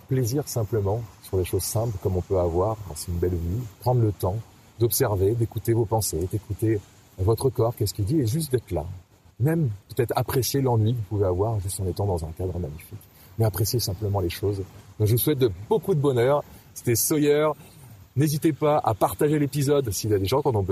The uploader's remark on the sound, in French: enregistré au bord de la mer